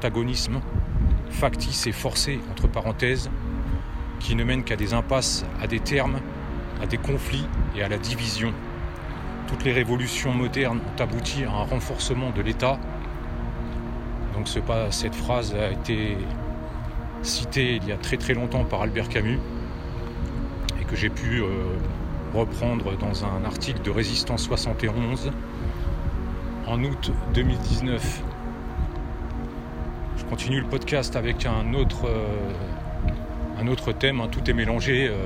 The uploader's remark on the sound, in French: Podcast partie 1 enregistré en extérieur